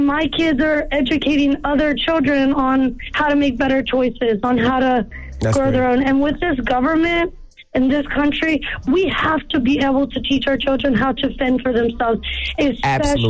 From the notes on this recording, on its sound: We opened up the phone lines to hear what our listeners thought about the election.